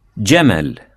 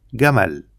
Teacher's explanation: One of the most common of the regional variations is the pronunciation of the Arabic J or Jim. In standard Arabic, and in most of the spoken dialects, this letter is pronounced J. But most Egyptians will pronounce it as a hard G.